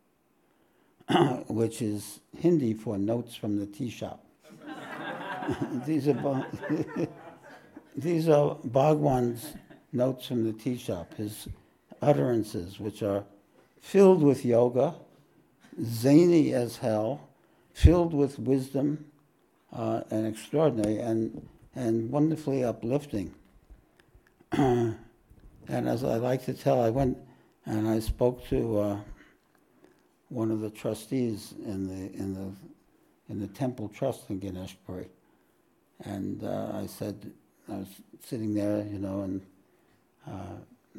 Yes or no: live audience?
yes